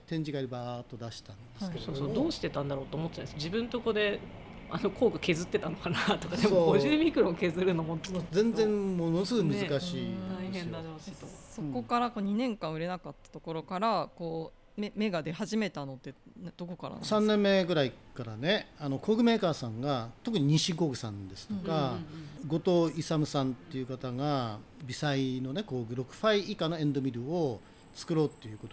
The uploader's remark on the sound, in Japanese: 収録環境により外部音が入っております。ご了承ください。